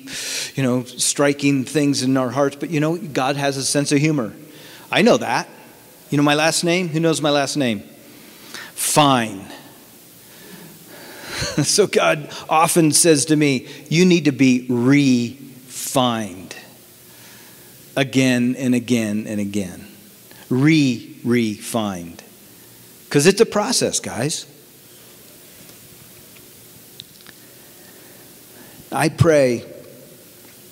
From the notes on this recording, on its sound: From the 2019 Southwest Men's Conference, Stand Firm.